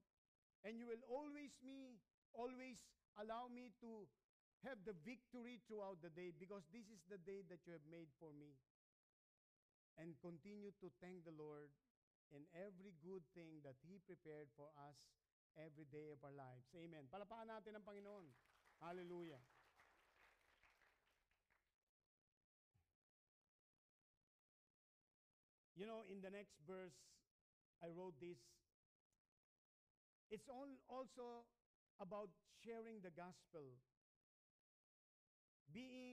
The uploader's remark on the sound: Recorded at Hosanna Evangelical Fellowship (HEF) - Dubai on 20 September 2019.